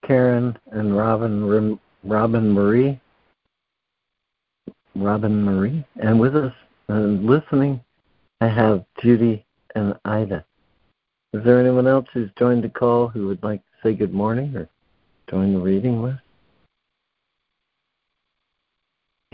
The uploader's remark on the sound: ACIM Daily Conference Call